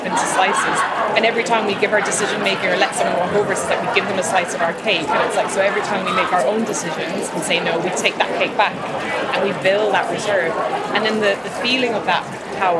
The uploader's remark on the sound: This series was recorded at CHS Leeds , a tradeshow for the Meeting and Events industry. This series was recorded at CHS Leeds , a tradeshow for the Meeting and Events industry.